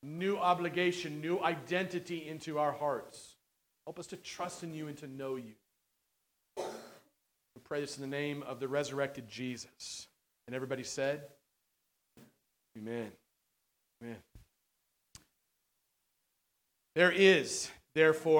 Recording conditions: large echoing room